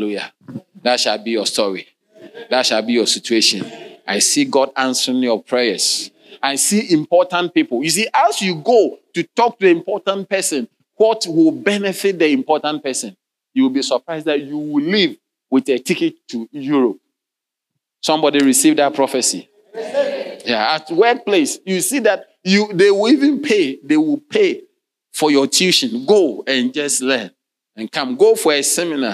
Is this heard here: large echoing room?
yes